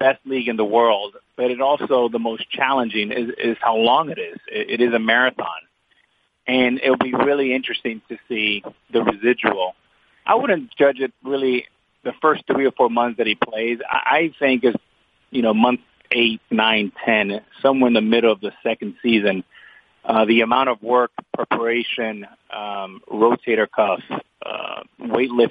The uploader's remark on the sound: Sunday Night Baseball Conference Call